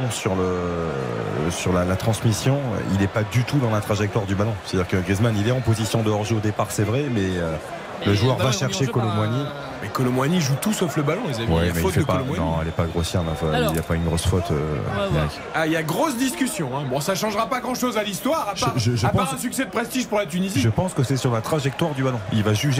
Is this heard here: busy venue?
yes